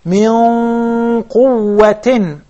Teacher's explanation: Same with verse number 10, where the noon of the word min is followed by the qaf. The ghunna, in this case, it's ikhfa, ikhfa haqiqi, has to be also fatin, mufakhama.